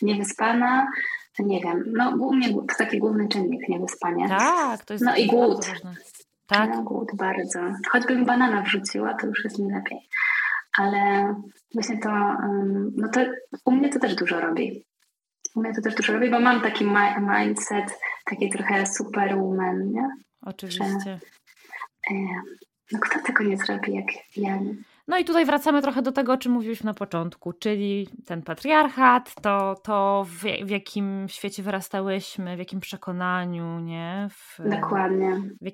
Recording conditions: poor sound quality